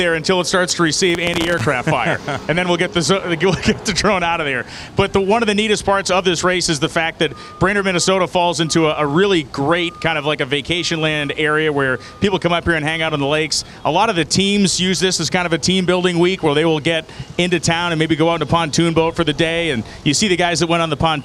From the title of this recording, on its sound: Live from the pits in Brainerd